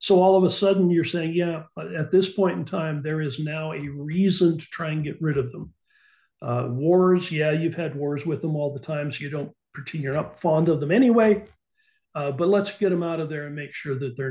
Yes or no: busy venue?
no